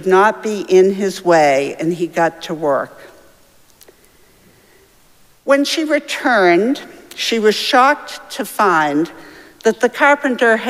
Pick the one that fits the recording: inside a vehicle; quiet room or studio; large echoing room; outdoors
large echoing room